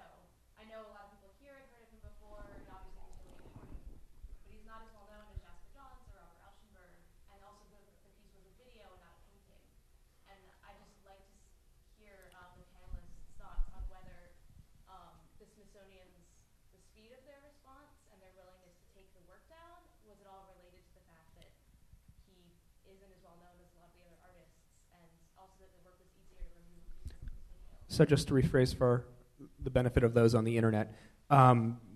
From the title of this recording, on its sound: Panel Discussion at DCJCC